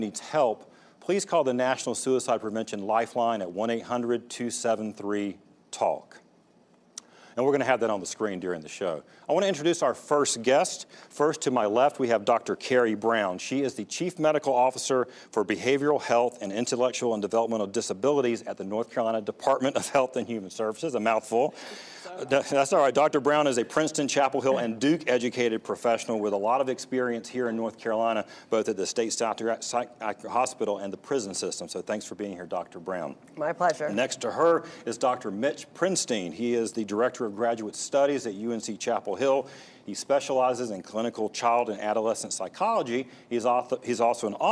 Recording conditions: live audience